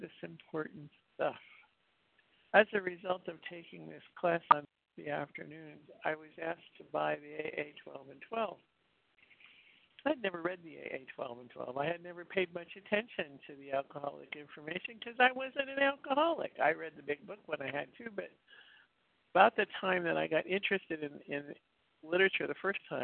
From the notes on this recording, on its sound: 100 Pounders Phone Meeting